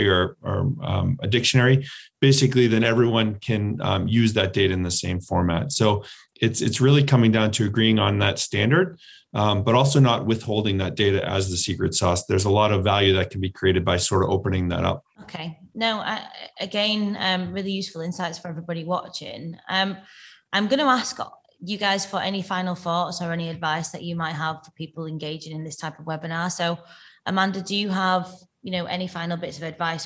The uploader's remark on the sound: Live Webinar